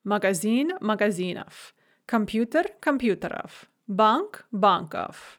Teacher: So magazine becomes magazinov. Note that we write o ve, but because the ve is in word final position, we pronounce it f